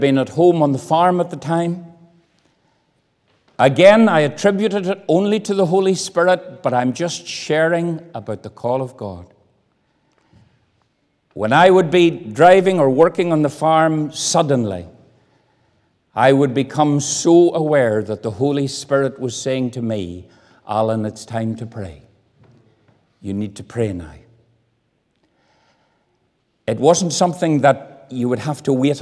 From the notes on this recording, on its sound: This audio was recorded at the Lifeboat Fellowship, Grange Corner, Moy.